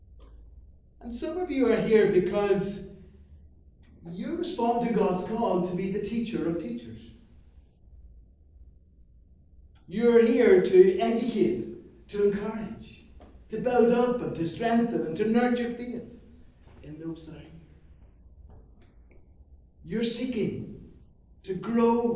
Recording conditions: large echoing room